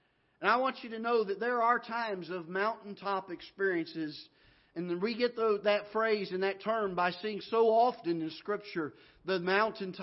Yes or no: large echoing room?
yes